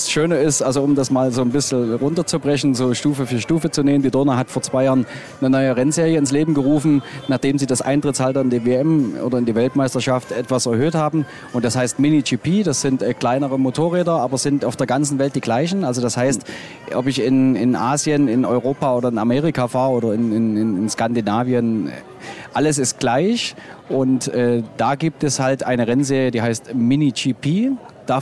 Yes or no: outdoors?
yes